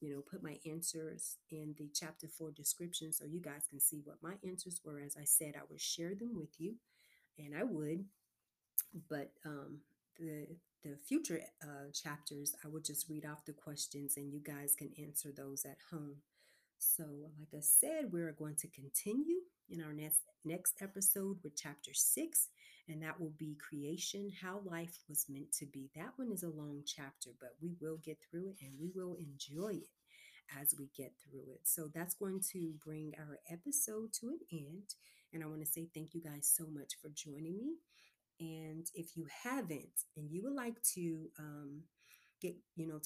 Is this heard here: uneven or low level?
yes